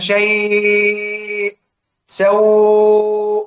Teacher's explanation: فيها وجهان بطول، يبقى شيء 6 حركات هذا الطول